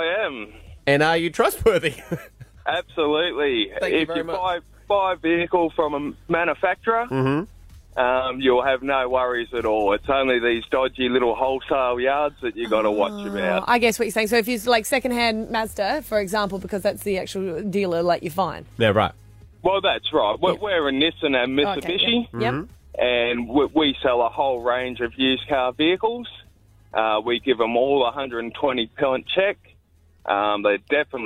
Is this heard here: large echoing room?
no